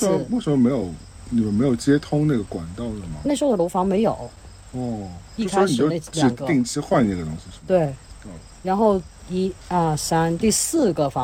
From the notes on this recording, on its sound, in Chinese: 本期为室外录音